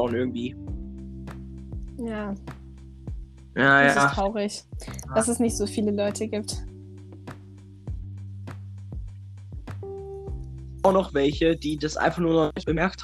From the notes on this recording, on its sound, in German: das einzige Problem ist jetzt noch unsere Ton Verbindung denn deren Beziehung ist am Arsch mein Ton hört sich schrecklich